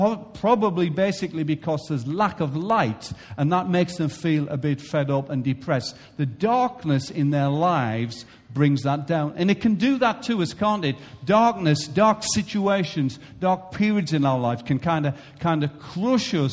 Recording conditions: large echoing room